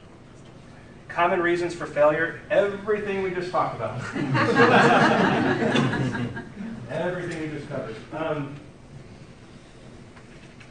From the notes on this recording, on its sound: Presented at the Path to Agility Conference 2017. This weeks episode is a recording of the Advanced Scrum session. Presented at the Path to Agility Conference 2017.